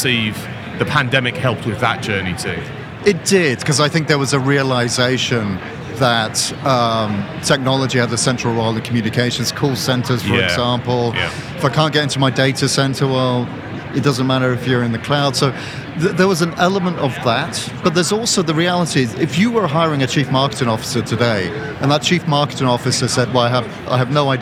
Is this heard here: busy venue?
yes